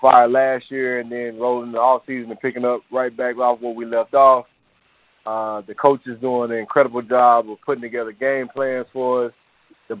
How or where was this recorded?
phone line